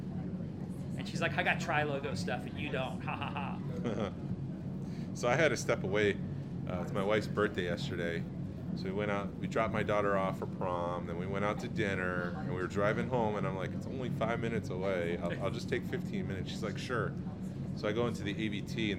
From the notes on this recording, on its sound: Recording from the Georgia Alliance of Star Wars Collectors (GASWC) table as the annual toy show, Toylanta, winds down on a Sunday afternoon. Interview vendors and attendees.